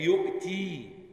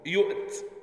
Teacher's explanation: ويعقوب يقف عليها بالياء يؤتي، والباقون يقفون عليها إن وقفوا يؤت بالتسكين · Term: إثبات الياء